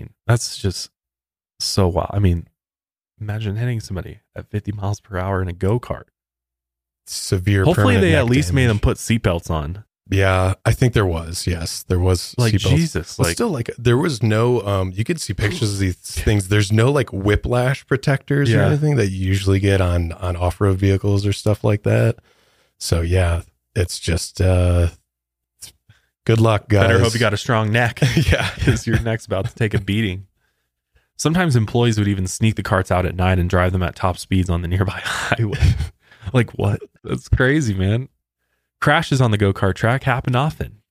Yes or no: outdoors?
no